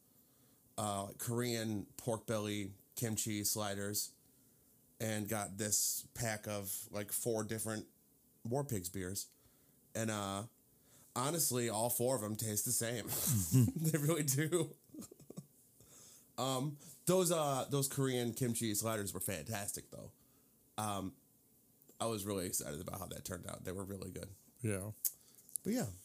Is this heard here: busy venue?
no